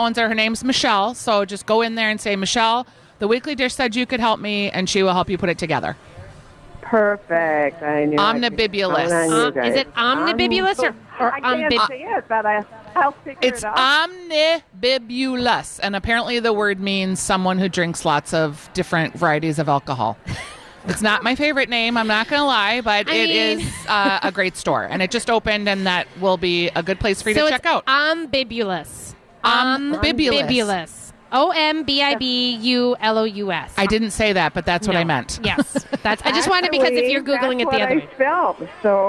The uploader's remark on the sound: Live at Fit Fest!